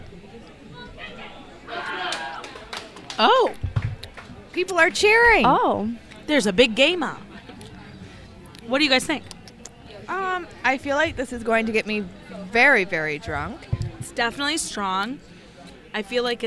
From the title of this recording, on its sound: Live at Applebees